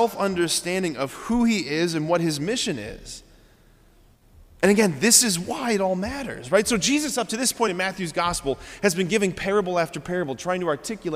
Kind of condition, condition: setting, large echoing room